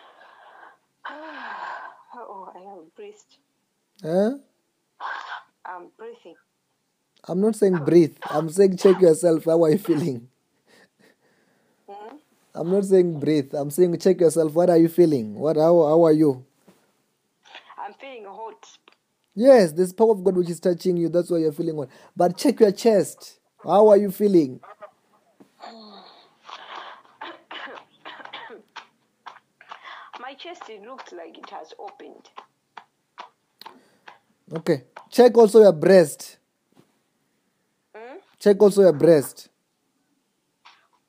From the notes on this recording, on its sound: healing over the phone